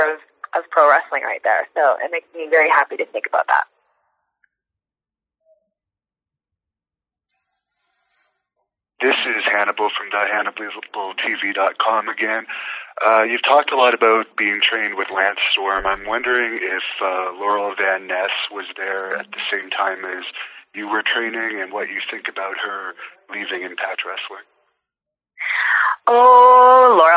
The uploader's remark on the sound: IMPACT Wrestling Teleconference